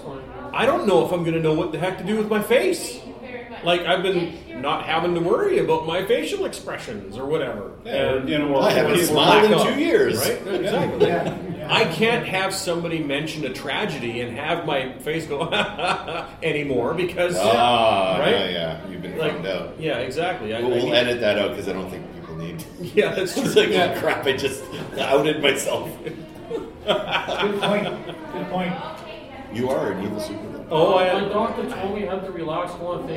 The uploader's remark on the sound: Episode 380 – Live from Keycon 2022